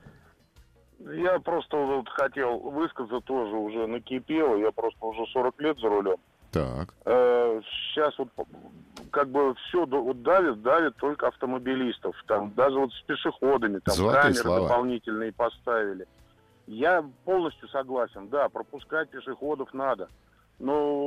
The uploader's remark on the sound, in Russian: По телефону тему прокомментировал